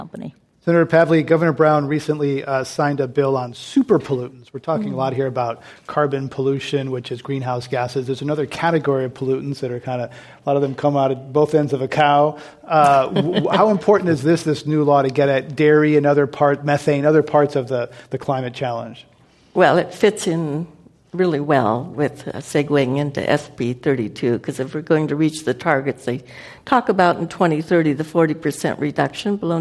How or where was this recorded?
live audience